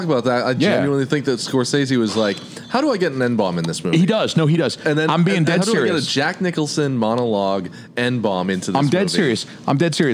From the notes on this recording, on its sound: LIVE at Federal Cigar in Dover, NH. LIVE at Federal Cigar in Dover, NH.